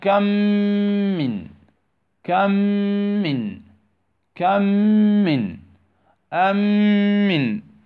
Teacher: فتدغم الميم الساكنة في المتحركة مع الغنة إدغاما تاما · Term: الإدغام الشفوي